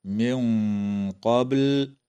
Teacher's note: وتخفى النون الساكنة عند القاف مع الغنة مفخمة في قوله تعالى: من قبل، مع قلقلة الباء في كلمة قبل.